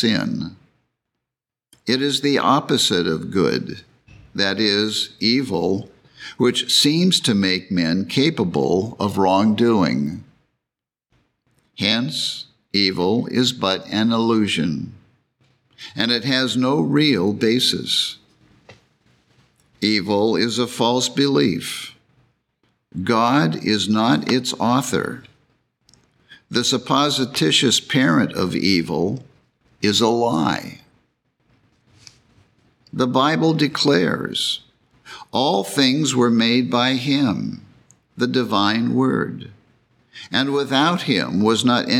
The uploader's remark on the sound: The Sunday service audio